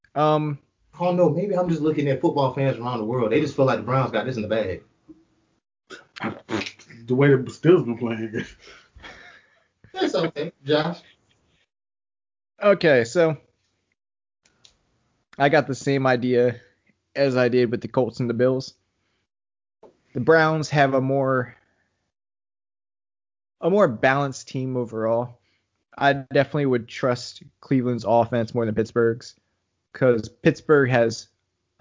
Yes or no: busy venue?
no